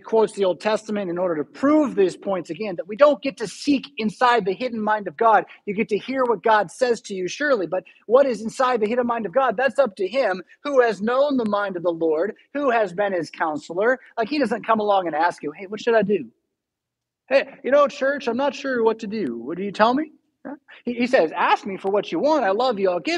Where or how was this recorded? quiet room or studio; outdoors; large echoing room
large echoing room